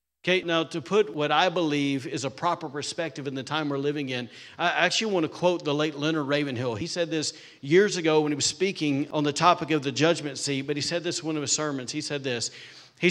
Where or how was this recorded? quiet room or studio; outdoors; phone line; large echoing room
large echoing room